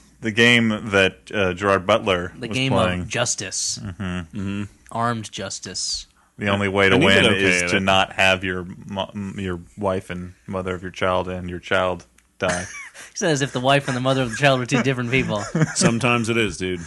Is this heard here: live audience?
no